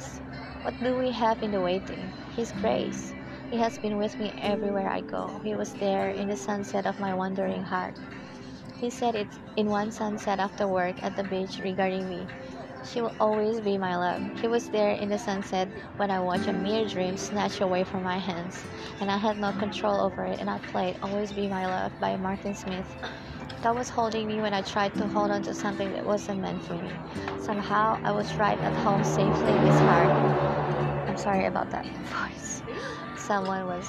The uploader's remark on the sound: This episode was recorded in an open field cafe where you could hear the noise from the commuters passing on the road.